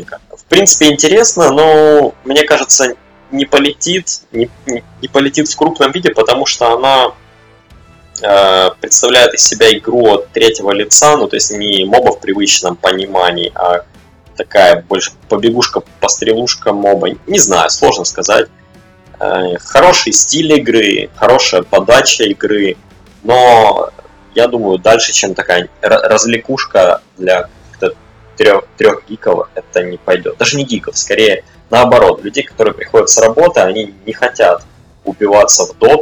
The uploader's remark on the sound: Sound issues. Простите за жесть со звуком.